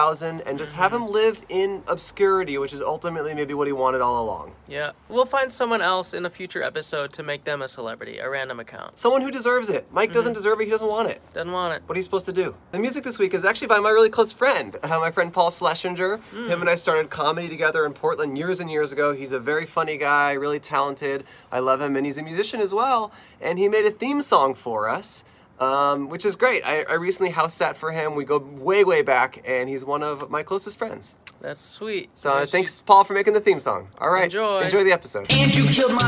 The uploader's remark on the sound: We set up outside the iconic shoe store Skechers. Recorded on N San Fernando Blvd in Burbank, CA.